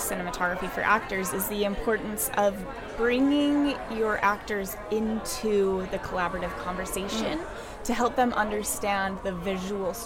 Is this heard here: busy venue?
yes